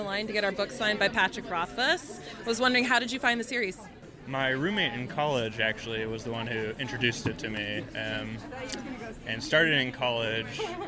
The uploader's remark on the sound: Live from ECCC